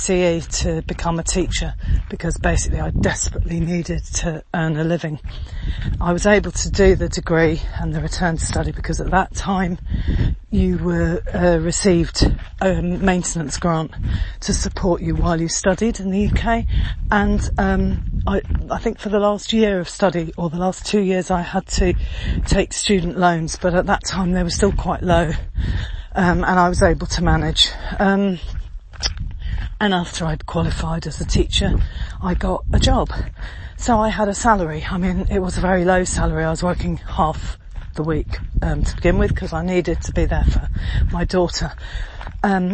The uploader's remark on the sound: Walking talking audio podcast. Sound’s a bit fuzzy some of the time, mainly because I’m out on a hike over rugged ground and very steep hills, and am rather out of breath! The beautiful countryside of the Axarquia.